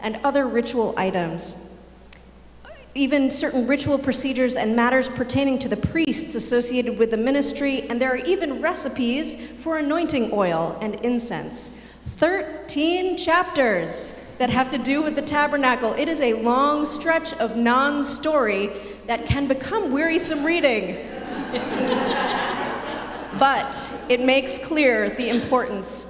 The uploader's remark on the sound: Sermons from Old South Church in Boston